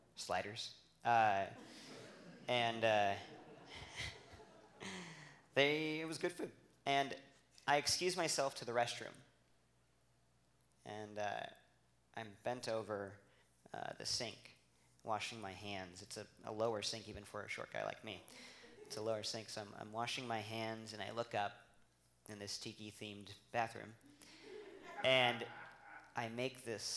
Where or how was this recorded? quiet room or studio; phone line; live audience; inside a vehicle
live audience